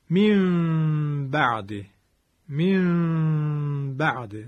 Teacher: مثالی که گفتم این بود، من بعده، که به این ترتیب این شکلی خواهد شد، من بعده، من بعده. صدام از بینی اومد، لبهام رو حالا شما عزیزان نمیبینید، یک مقدار بسیار کمی باز گذاشتم. قبلی ها مثلا میگفتن که به اندازه یک برق کاغذ نازو که بتونه از بین لب رد بشه، و دو حرکت کشش دادم و عرضم بزرگون که به این ترتیب غنه اقلاب رو آوردم. · از فضای بینی صدا رو خارج بکنیم، دو حرکت کشش بدیم و لبهامون رو یک مقداری باز نگه داریم